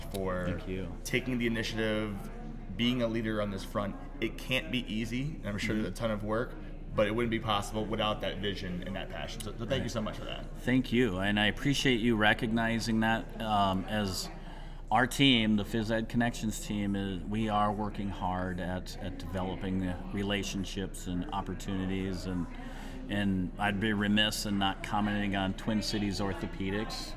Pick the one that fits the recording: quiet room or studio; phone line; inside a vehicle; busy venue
busy venue